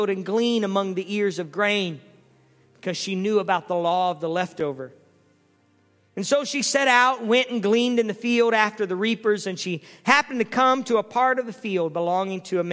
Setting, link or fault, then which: setting, large echoing room